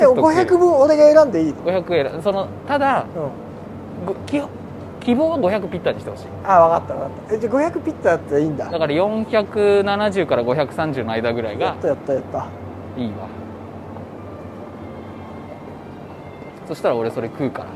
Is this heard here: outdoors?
yes